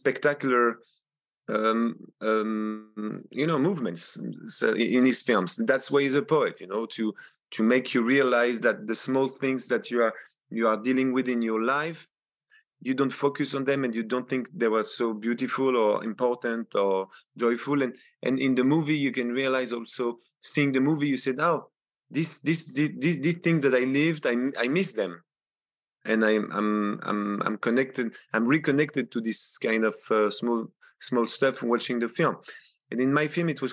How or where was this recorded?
video call